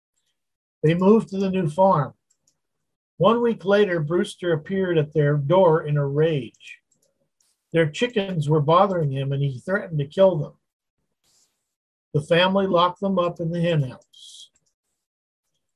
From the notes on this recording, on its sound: Wednesday Zoom study